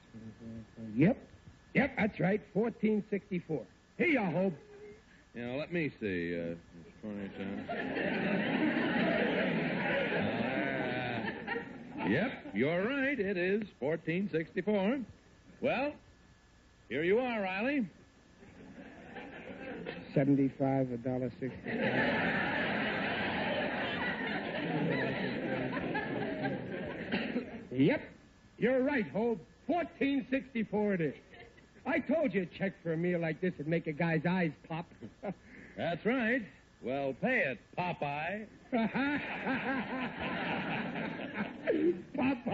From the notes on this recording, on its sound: The program was broadcast live with a studio audience. Howls of laughter and applause from surprised audience members.